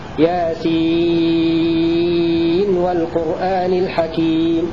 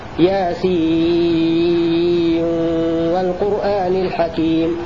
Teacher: بإظهار نون ياسين عند واو والقرآن · Shown in: first take